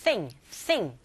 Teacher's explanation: TH 발음하실 때 sing이 아니고 thing, thing 긁어주시고요